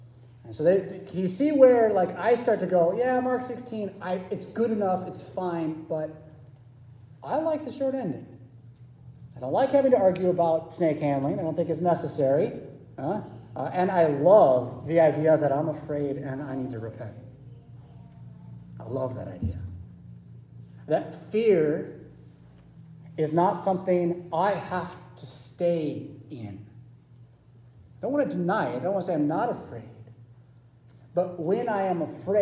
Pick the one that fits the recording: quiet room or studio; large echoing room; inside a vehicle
large echoing room